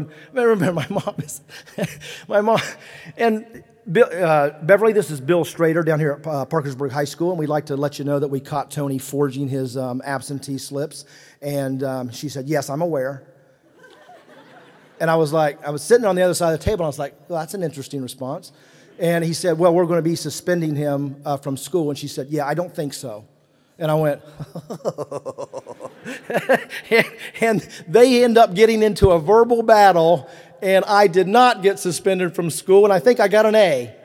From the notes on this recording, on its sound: speech from the 2023 Kentucky Entrepreneur Hall of Fame ceremony in Lexington, KY on November 2, 2023